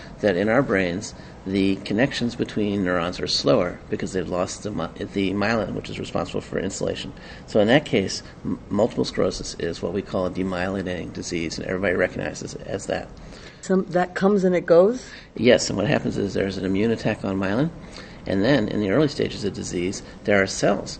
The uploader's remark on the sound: Recorded at the 2011 Society for Neuroscience annual meeting in Washington D.